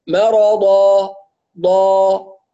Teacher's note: لما نقف على مد العوض نحافظ على المد بمقدار حركتين